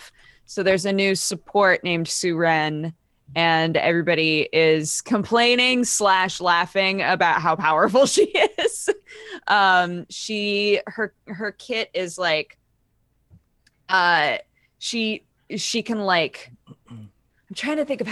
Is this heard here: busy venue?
no